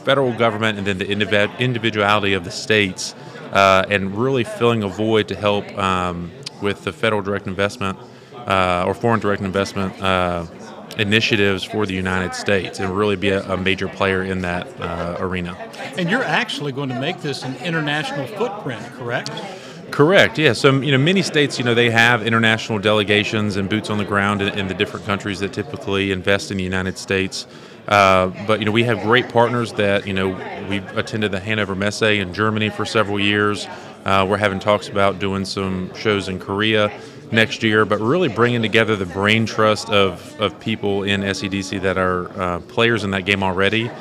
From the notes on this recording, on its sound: LIVE from the SEDC Annual Conference in Williamsburg. The SEDC Podcast Presented by Insyteful is live at the Council's Annual Conference in Williamsburg, Virginia.